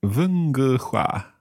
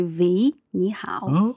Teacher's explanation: the W sound becomes more like a V sound · Term: Northern Chinese accent